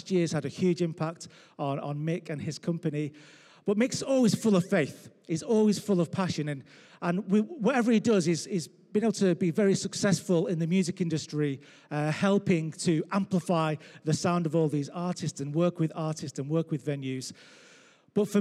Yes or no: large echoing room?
yes